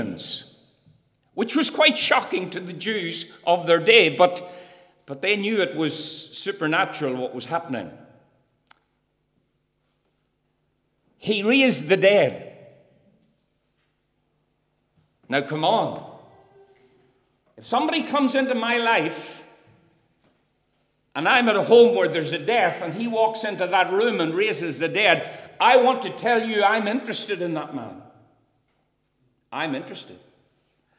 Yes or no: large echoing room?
yes